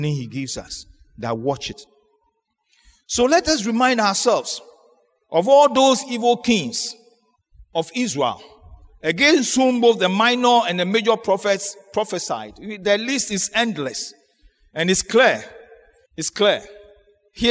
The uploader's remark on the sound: Sermon preached at CBC Shiashie Campus